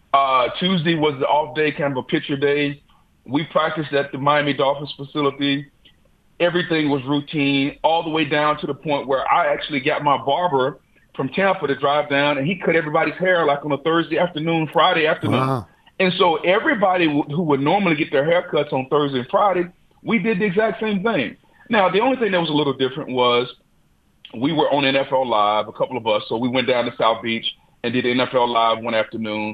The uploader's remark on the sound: Calls. Phones.